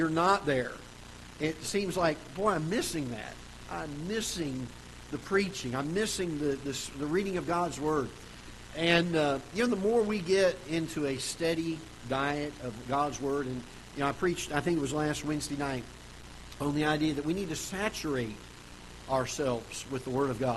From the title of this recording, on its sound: Ketha Heights Baptist Church ~ Live Broadcast